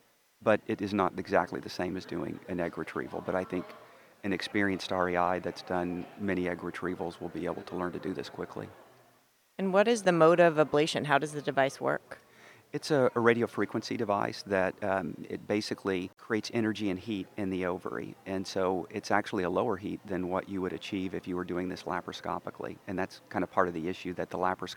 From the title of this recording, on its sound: Live from ASRM 2023